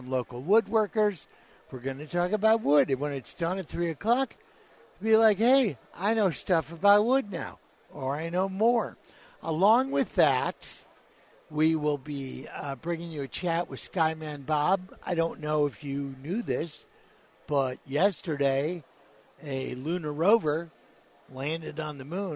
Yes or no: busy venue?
yes